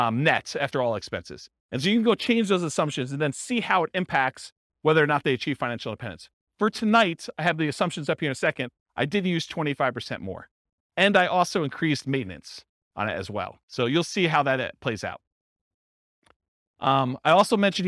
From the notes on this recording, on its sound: This was a live class recorded